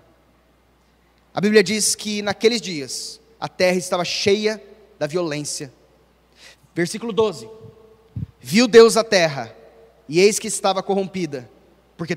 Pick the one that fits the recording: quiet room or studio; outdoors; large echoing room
large echoing room